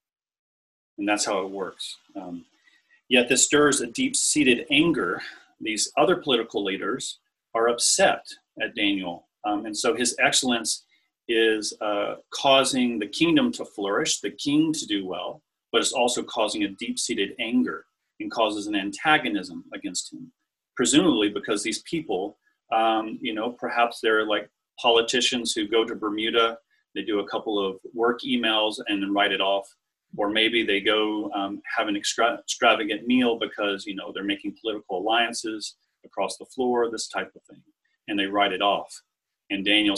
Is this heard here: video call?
yes